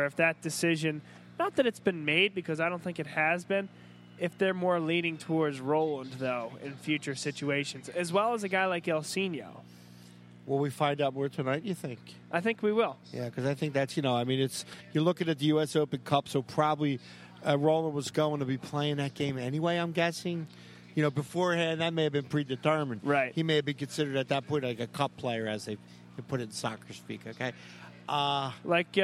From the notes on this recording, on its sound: Vuvu Soccer Live From Villa Capri. Vuvu Soccer was live from Villa Capri in Doylestown for Euro Cup 2016.